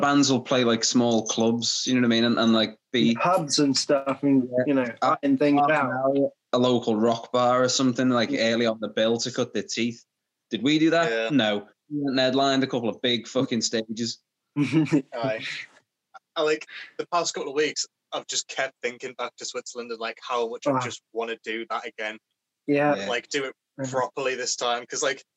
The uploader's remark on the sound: Sorry about the audio on this one, I messed up the recording